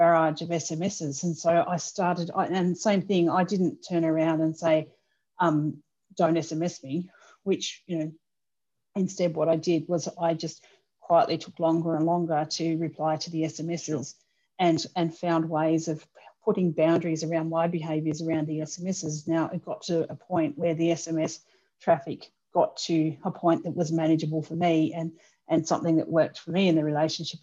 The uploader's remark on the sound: Please note that this episode was recorded over Zoom, so the sound quality may not be quite as good as normal.